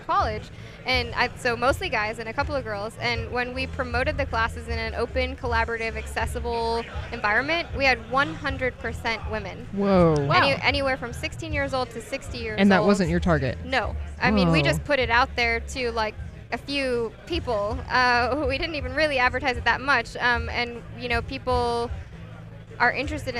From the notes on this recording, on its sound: Live from LFNW